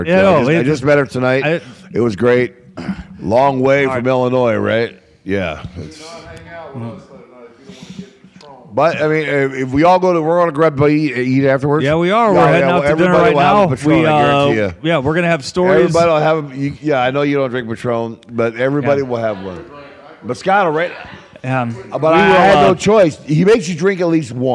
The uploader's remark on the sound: Live from New Orleans, WrestleMania 34